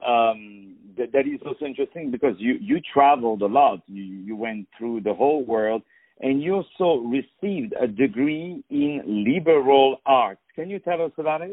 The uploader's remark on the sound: On the phone.